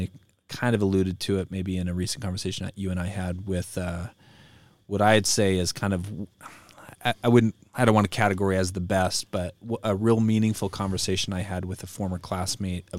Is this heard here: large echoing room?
no